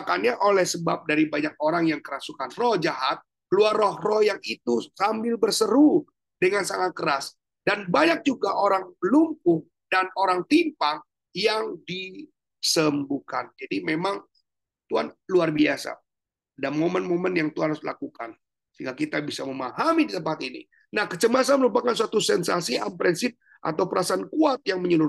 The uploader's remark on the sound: Zoominar